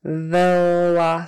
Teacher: We want to make it soft. Your teeth are on your lip, like a, an F that is voiced. Velocity. That C in the middle is an S.